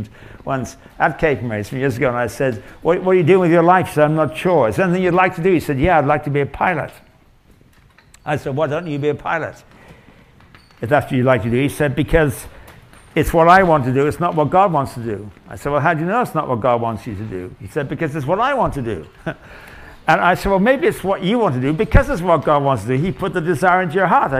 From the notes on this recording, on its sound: Session from the 2023 Thanksgiving Conference at His Hill Bible School in Comfort, Texas. Session from the 2023 Thanksgiving Conference at His Hill Bible School in Comfort, Texas.